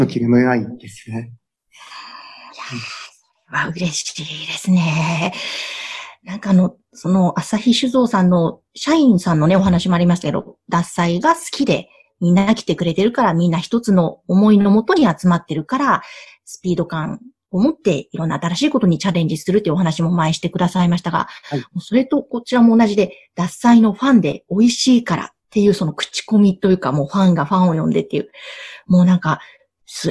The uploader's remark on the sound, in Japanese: Zoom・オンラインでインタビュー収録をしています。